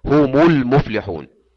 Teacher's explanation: ميم الجمع مضمومة ضما فقط لالتقاء الساكنين هم المفلحون بدون إشباع